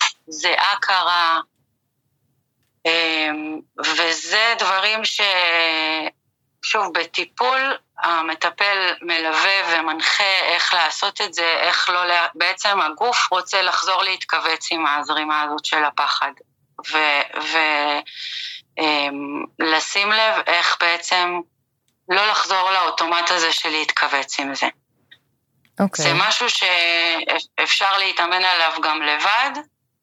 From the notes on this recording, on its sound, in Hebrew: מתנצלים על איכות השמע, הראיון הוקלט דרך שיחת טלפון